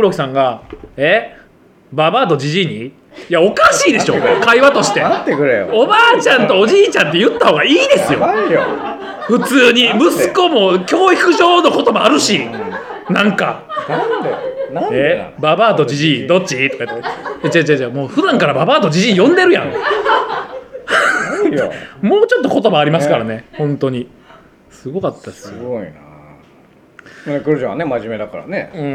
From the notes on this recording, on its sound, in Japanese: 公開収録